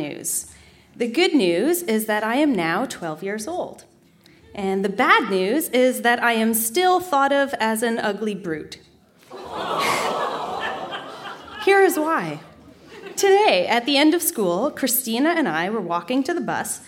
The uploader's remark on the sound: Recorded live at The Spice Factory in Hamilton.